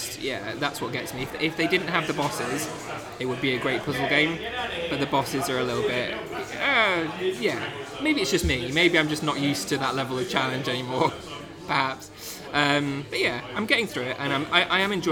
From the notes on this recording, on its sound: Meet up at LOADING gaming bar in Dalston for a press event, and decide to record a cheeky Express before going in. Being recorded in a pub, there's some background noise to contend.